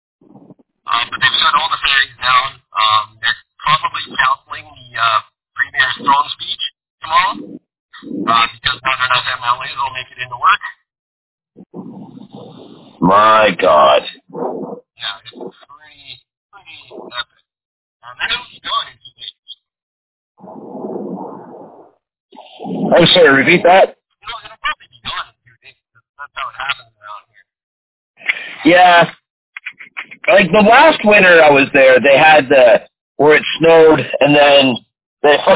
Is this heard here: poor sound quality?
yes